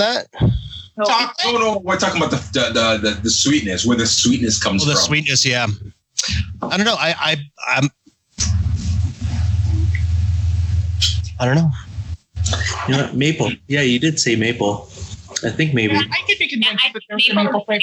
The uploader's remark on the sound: My friends and I set up a Skype call to blind taste test four bourbons! The audio quality is not the best.